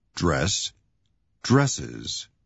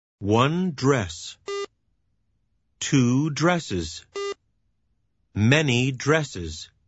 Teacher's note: Notice that the first noun, dresses, has an is sound, which becomes a separate syllable